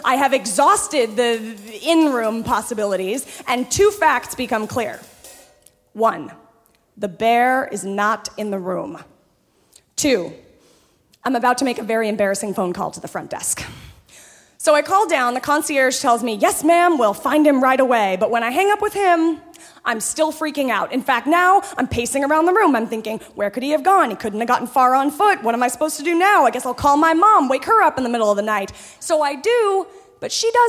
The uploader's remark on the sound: Storytellers as they unveil their darkest secrets before a screaming audience at San Francisco's Brava Theater. Snap Judgment, LIVE!